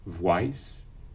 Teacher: in realization, the O-I pronunciation gets a little labialization